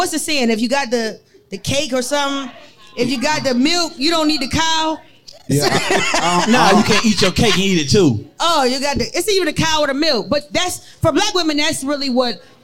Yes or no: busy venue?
yes